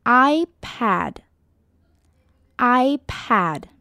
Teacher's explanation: 字尾的 D 呢不用特别强调，但是念到的时候嘴巴微微的闭起来，就会顺势的轻轻的带过 D 的那个的音